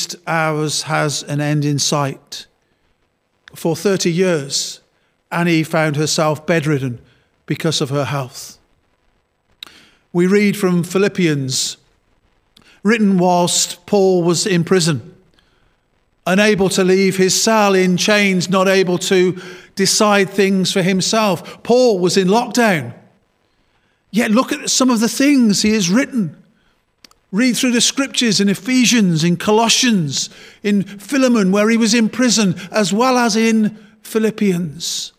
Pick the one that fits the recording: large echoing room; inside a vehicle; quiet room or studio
large echoing room